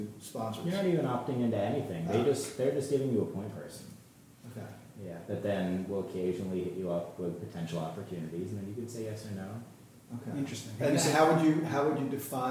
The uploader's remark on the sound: Recorded during the 2019 Columbia University Sports Management Conference